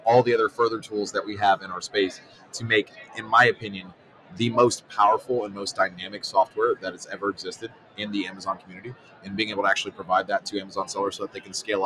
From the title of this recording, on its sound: Live at Prosper 2022